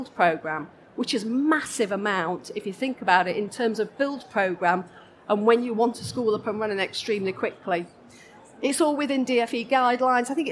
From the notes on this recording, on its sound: This session was recorded live on 13th November 2019 in the Buildings & Estates Theatre of the Schools & Academies Show at the NEC in Birmingham.